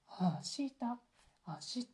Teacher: こんな単語が最初が低い音ですね